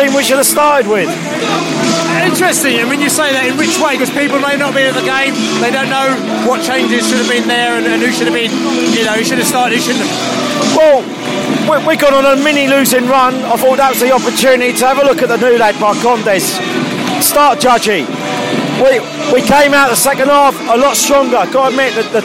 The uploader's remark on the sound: post-match podcast from the pub